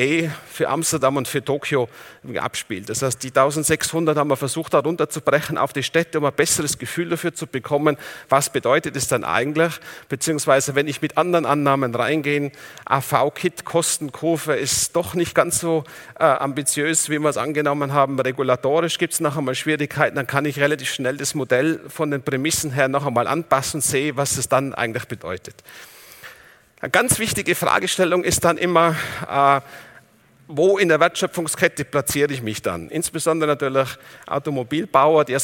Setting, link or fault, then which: setting, live audience